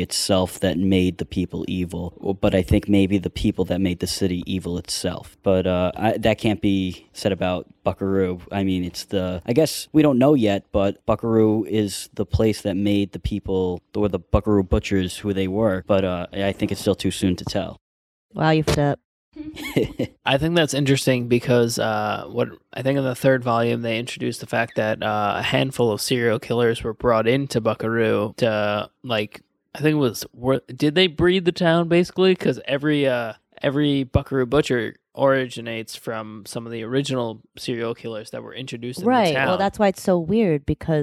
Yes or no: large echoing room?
no